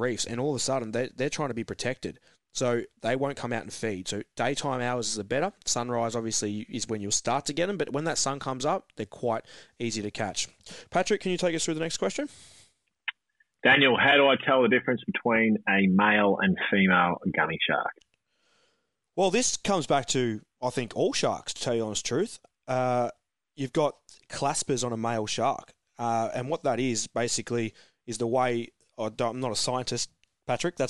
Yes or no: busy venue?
no